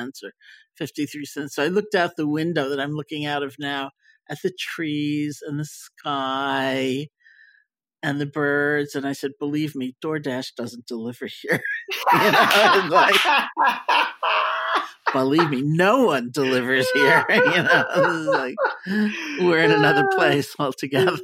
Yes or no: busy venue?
no